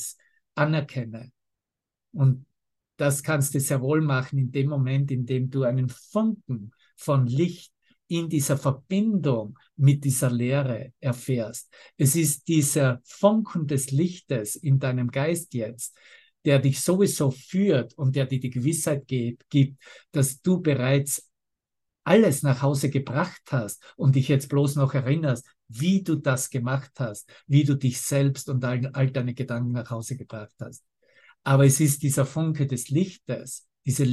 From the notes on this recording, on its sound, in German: Zoom-Session